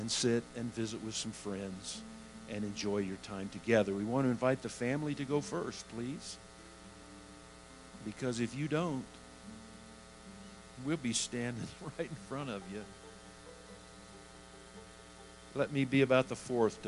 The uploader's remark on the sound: Woodland Life Church Live